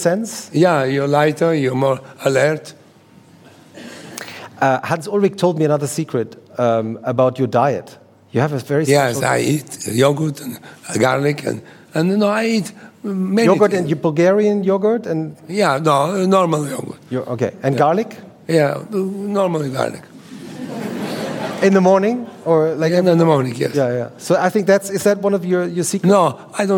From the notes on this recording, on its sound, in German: im Rahmen des ZEITmagazin-Gespräches in München aufgezeichnet